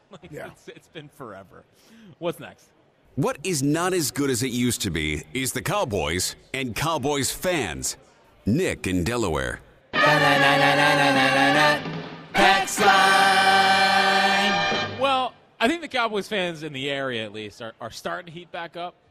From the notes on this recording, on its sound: Live from Chickies in South Philadelphia